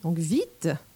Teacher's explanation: les Français vont prendre le temps d'appuyer sur le i